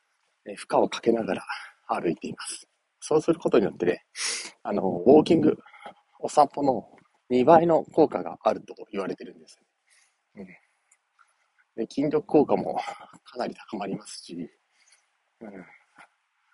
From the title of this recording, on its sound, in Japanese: お散歩しながら音声配信